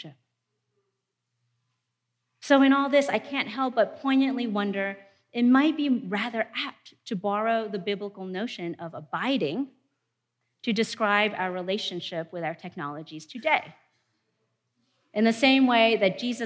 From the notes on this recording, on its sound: In a presentation from our 2019 theology conference